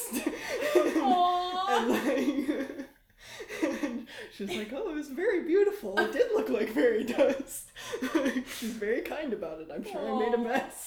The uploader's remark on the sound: Apologies for the audio quality on this one! My mic broke so I had to borrow one I wasn't familiar with.